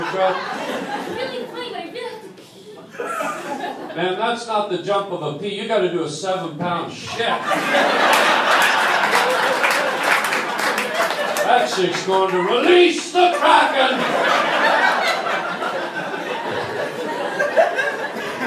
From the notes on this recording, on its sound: LIVE stand up. Short stand up sets from the Improv.